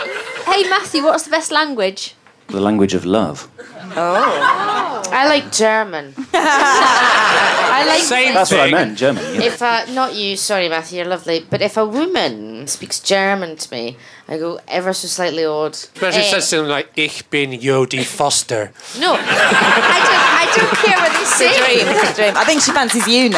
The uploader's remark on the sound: recorded at the Pleasance at the Edinburgh Fringe 2012